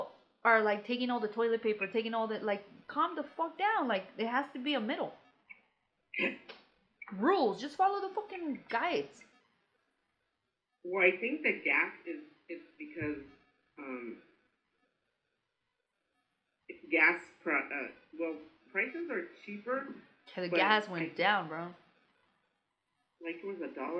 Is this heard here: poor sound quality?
yes